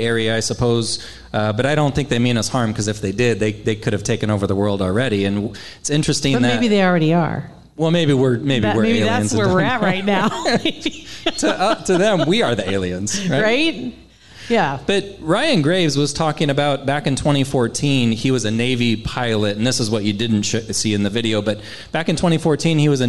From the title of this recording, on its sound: LIVE At Hail Varsity Club